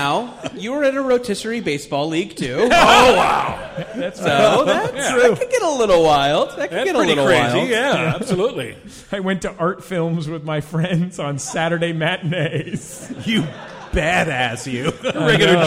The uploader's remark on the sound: Live from Minneapolis and Chicago